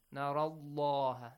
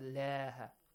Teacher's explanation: If the previous sound or the previous harakat on the previous letter is a fatha or a dhamma, the word, the lam of the word Allah is pronounced heavily · Shown in: first take · Term: heavy sound